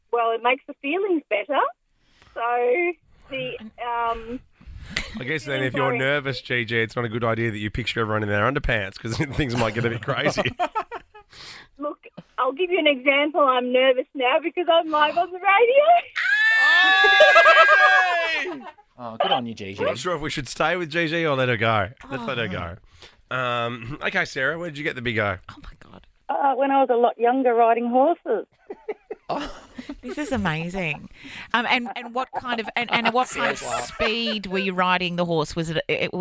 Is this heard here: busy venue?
no